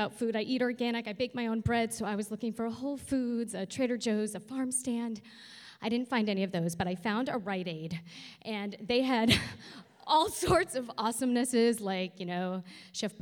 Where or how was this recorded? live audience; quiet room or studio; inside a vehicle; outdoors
live audience